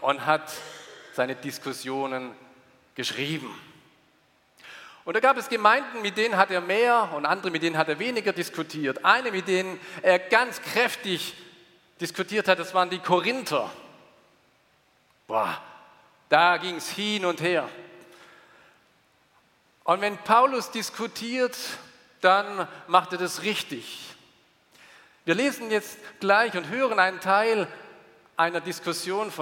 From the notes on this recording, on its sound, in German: aus dem Gottesdienst der Liebenzeller Mission